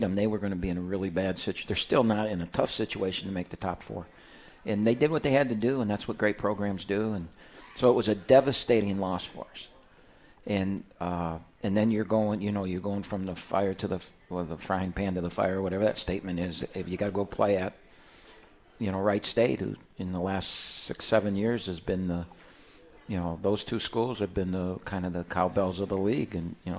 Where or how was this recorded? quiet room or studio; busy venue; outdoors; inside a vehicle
busy venue